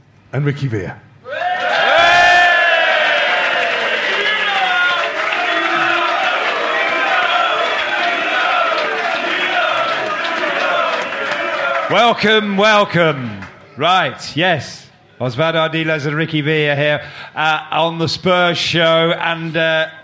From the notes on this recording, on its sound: the live show with just 300 very close friends